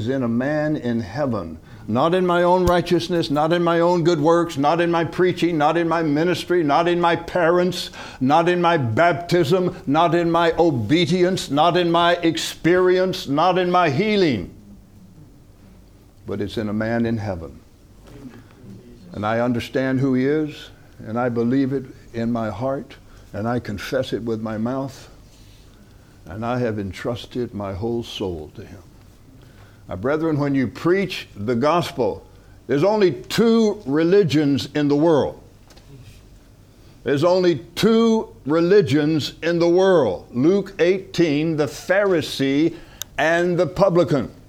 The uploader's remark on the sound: From the HeartCry Asia Conference 2023